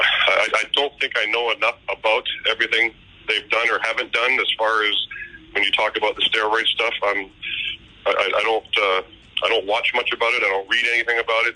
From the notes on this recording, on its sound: TSC presents the official 2020 Baseball Hall of Fame Conference Call. Audio courtesy of and provided by MLB Advanced Media/MLB Pressbox.